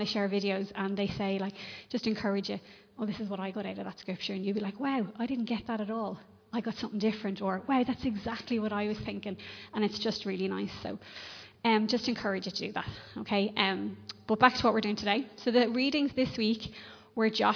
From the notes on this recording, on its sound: Recorded live in Liberty Church on 3 October 2021